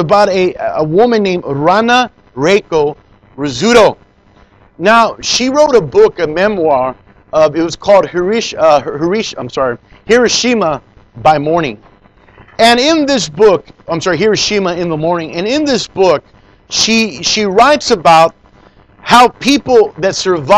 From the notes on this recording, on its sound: Preached in Leon Valley Church San Antonio,TX